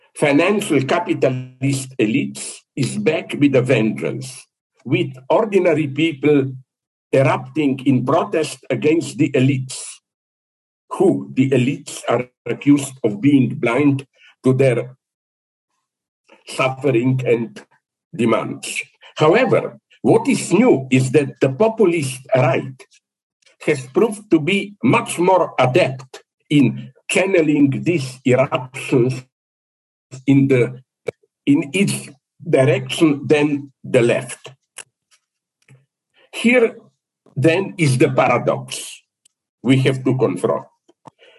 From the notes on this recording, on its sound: This is a recording of a Zoom presentation from 21st December 2022 for the Walden Korea Lecture Series, as part of the International School of Philosophy in ASIA (ISPA).